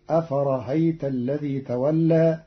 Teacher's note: قرأ قالون كلمة أفرأيت بتسهيل الهمزة الثانية بين بين، فتصير أفرهيت الذي تولى في لغة بعض العرب.